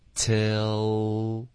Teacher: Till 结尾有一个 L 的音注意我的嘴唇不动 OK 不会撅 Till 然后这个 L 的音连读到 I Till I, till I get back.